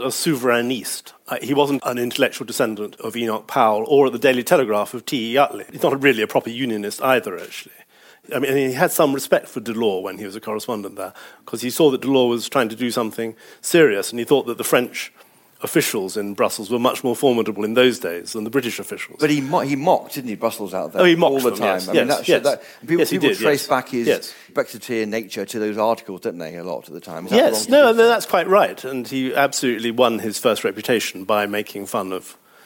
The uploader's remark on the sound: a panel discussion from a recent Telegraph event